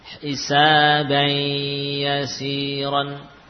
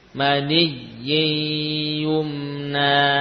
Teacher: Jadi masuk ke ya, nunnya hilang, namun masih tersisa sifat gunnah. · Term: idgham